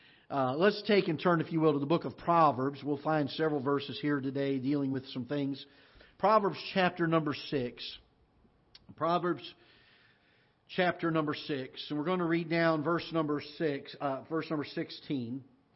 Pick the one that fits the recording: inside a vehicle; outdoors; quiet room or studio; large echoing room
large echoing room